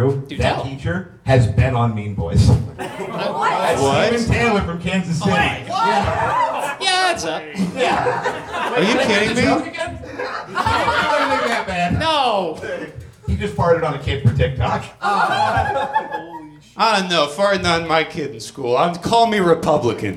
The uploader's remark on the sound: Live from Hollywood. Recorded live at Third Wheel Comedy in Hollywood, CA.